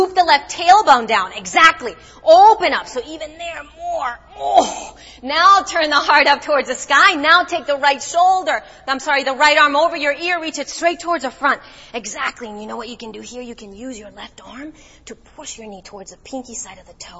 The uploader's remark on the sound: Live and Unplugged At The Center For Yoga.